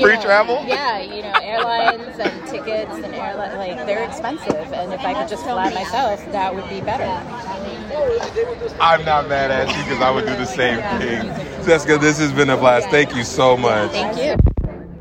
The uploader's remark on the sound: NCSC Conference. He had the pleasure of interviewing genuine individuals at the biggest charter school conference in the nation.